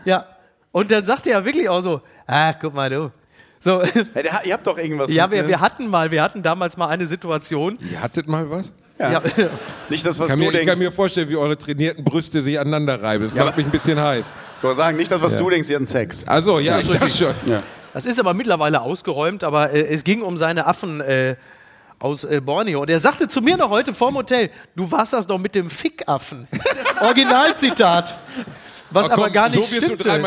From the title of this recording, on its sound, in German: live aus Köln